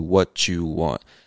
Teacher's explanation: words that end with a T and that are also followed by words that start with a Y, we end up connecting those words by making a ch sound. So instead of saying, you don't get in life what you want, you say, you don't get in life what you want.